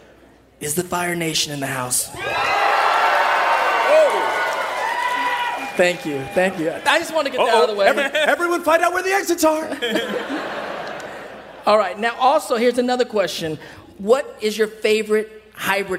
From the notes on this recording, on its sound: We’re back at San Diego Comic Con for another LIVE podcast recording! Join us for an exclusive listen to our panel.